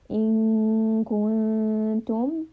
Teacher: We are hiding the noon sound. We are adding a ghunna, and we are moving this noon sound into the nose. · Term: ikhfa